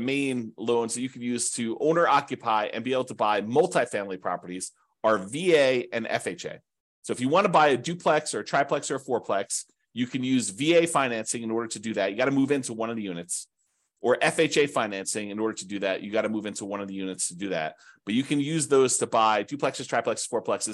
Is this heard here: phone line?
no